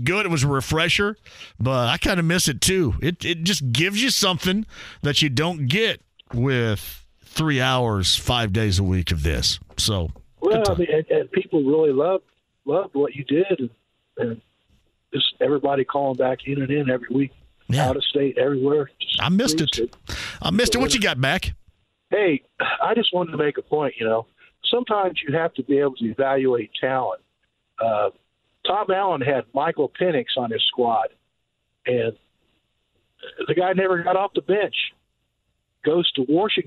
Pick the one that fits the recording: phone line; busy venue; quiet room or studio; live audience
phone line